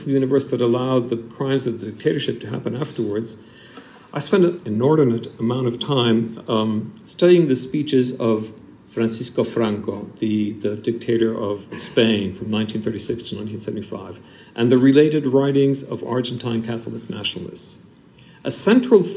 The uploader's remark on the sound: Extract from my lecture at London University, Senate House, on 18 May 2023.